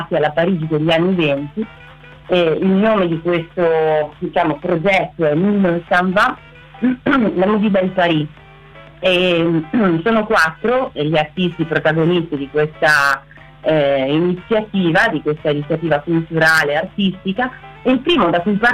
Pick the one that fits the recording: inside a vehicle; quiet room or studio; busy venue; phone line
phone line